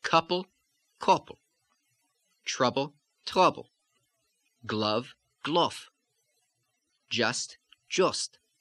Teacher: the A sound, as in cut and hot, which goes slightly up higher in the mouth toward the O